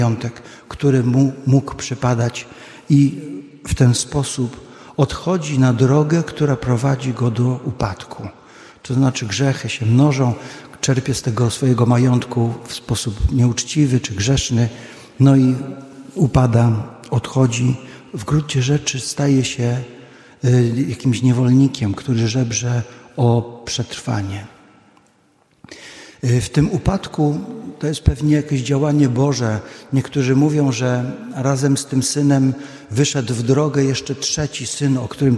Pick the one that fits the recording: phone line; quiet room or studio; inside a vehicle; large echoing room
large echoing room